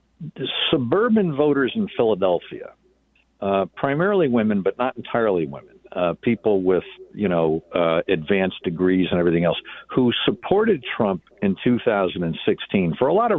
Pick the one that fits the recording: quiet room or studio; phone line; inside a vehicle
phone line